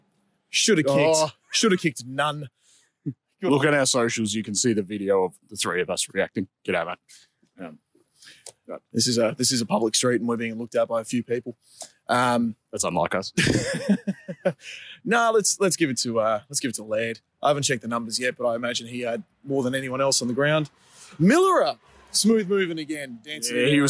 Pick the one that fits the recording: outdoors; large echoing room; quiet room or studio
outdoors